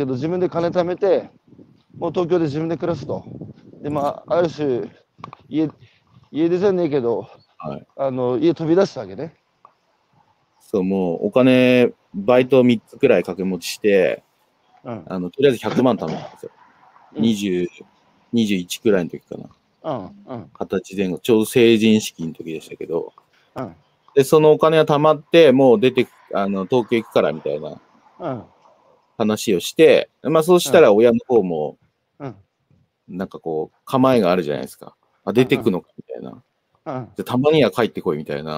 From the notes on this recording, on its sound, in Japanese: 歩きながら1時間、対談する